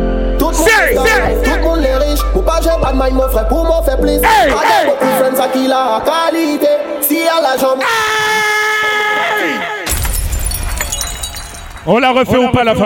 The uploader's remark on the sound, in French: On a enregistré cette soirée incroyable !